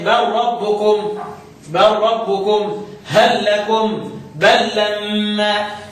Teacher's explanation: اتفاق القراء كلهم على ادغام لام هل وبل في الراء واللام